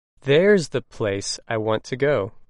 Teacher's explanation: the emphasis is placed on there, because it is acting as an adverb.